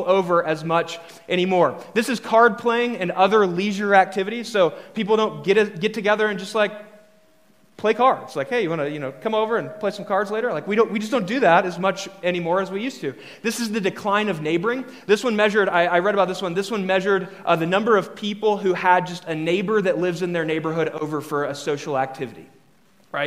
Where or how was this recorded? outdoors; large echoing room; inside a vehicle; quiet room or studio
large echoing room